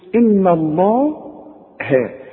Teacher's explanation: إذا مديت شفايفك هتطلع اللام مفخمة صحيحة، واذا رجعت شفايفك على هيئة ابتسامة هتطلع الهاء مرققة، ودي المطلوبة.